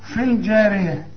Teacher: الياء بتلغى لأنها ساكنة واللام ساكنة